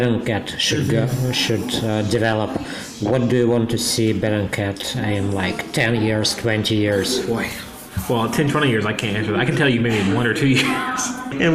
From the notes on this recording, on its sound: Sorry for the background noise, we talked in a pub that was almost empty when we started but became quite crowded in the course of the conversation.